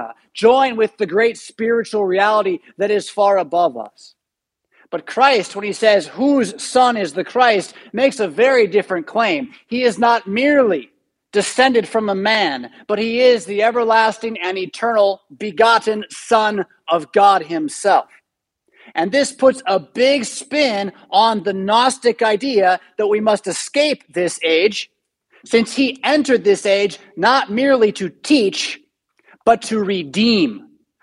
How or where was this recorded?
large echoing room